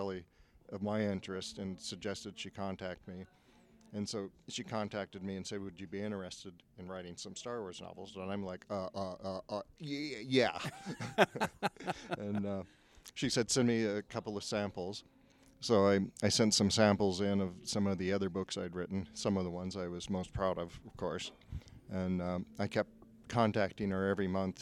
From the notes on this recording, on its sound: Author Interviews Live From FanX.